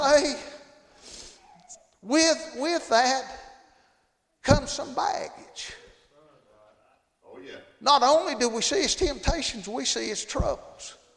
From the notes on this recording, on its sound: Tuesday Evening service at Calvary Baptist